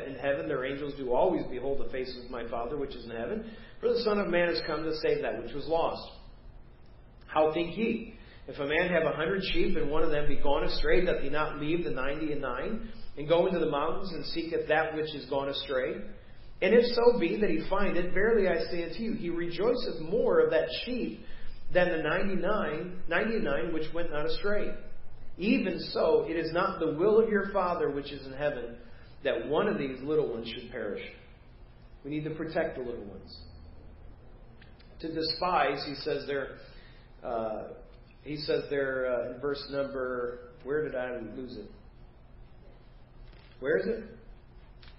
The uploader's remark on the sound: Preached at First Baptist Church of Hazel Park